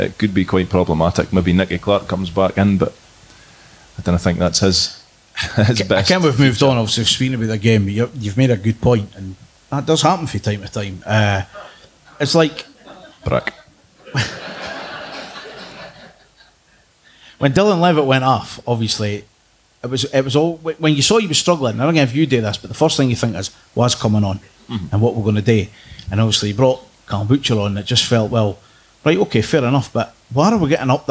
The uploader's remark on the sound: LIVE from The Little Theatre